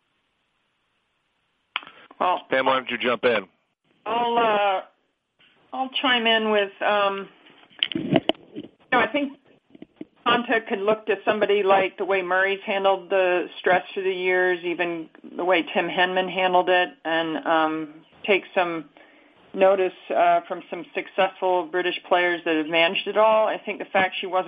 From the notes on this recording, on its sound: Wimbledon Conference Call